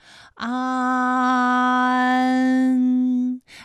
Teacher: 起点元音是前低不圆唇元音啊，舌尖抵住下齿背，舌位降到最低